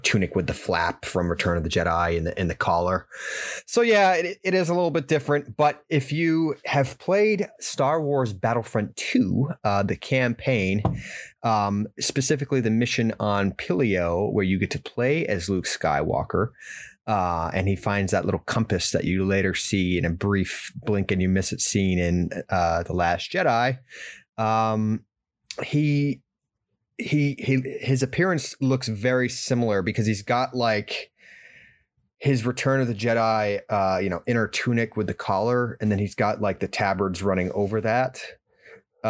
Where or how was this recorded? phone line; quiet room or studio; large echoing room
quiet room or studio